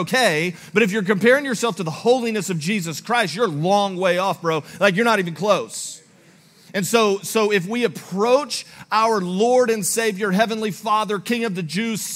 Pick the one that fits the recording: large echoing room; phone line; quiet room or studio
large echoing room